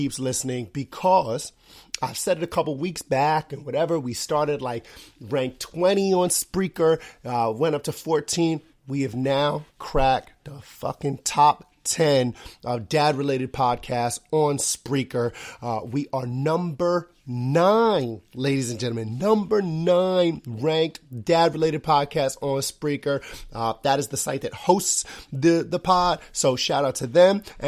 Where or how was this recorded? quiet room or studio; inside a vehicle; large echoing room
quiet room or studio